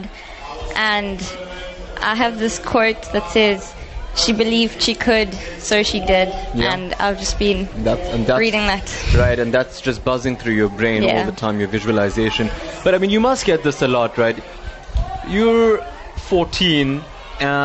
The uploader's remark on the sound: NewsbreaK Talk LIVE from the SA Karate 2017 Nationals. Live broadcast from the 2017 SA Karate Nationals.